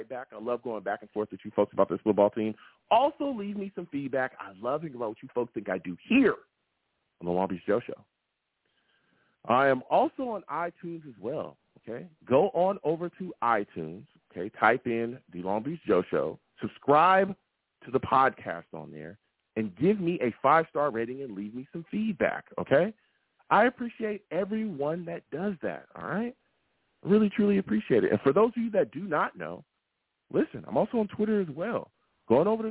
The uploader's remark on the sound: I take live callers!